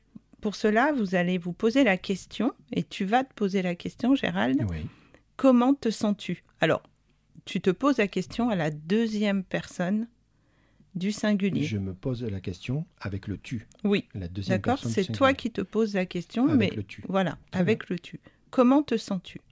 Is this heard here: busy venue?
no